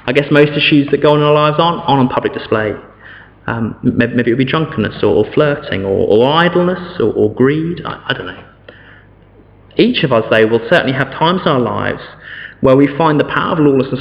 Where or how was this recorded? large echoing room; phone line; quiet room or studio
large echoing room